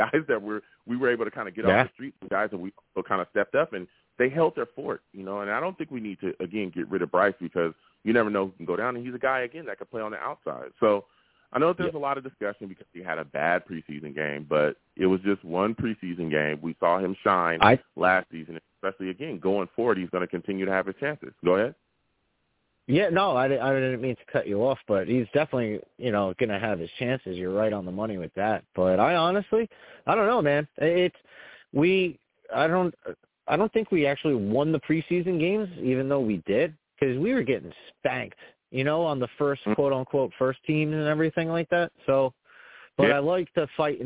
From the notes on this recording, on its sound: I will also take live callers!